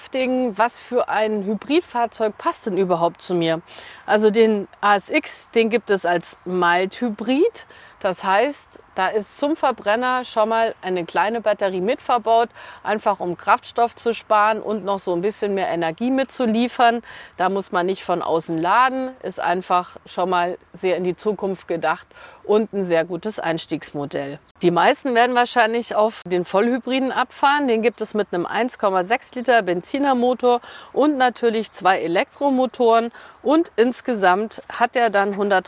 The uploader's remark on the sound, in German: Auf einer Live-Audiofahrt mit dem Mitsubishi ASX. Unterwegs trifft sie auch andere Reisende und fragt nach den aktuellen Mobilitätspräferenzen in Deutschland.